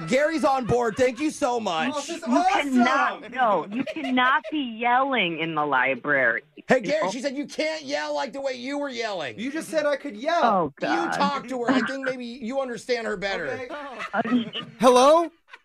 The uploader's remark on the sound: In today’s new Phone Tap, we call a librarian